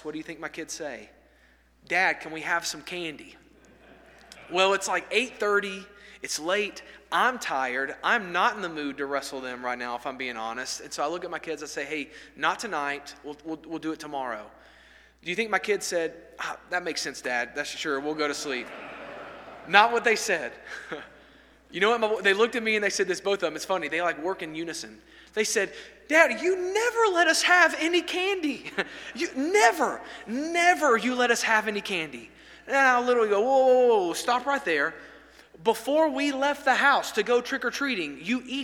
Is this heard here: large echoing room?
yes